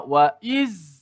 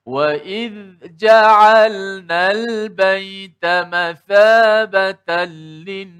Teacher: Ujung lidah, zal mesti dikeluarkan sedikit. Ujung lidah tu dikeluarkan sedikit di bawah gigi kacip atas kita. · Shown in: second take